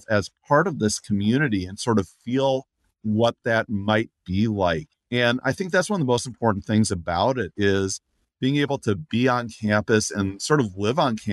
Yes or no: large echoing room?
no